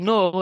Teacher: a Geordie nor is just one vowel, and it's not either of the vowels that you typically find in a British English no.